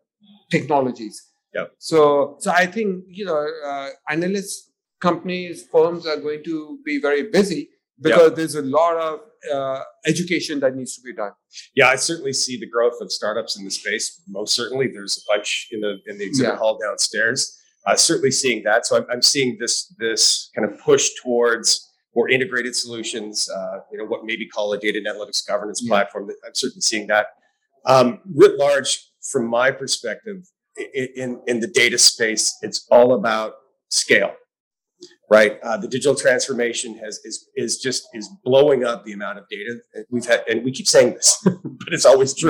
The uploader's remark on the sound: This episode of CDO Matters was recorded live at the 2022 CDO IQ Conference on the campus of MIT in Cambridge, Massachusetts.